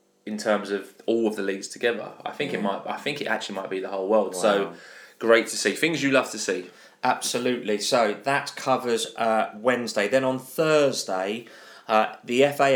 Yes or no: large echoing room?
no